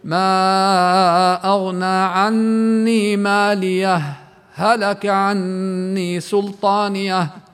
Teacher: فيجوز في حالة الوصل إذا بدي أوصل الآيتين مع بعض وجهان، ولهذا اسمه سكت جائز. فإما أن يسكت القارئ ما بين مالية وهلك مع إظهار حرفي الهاء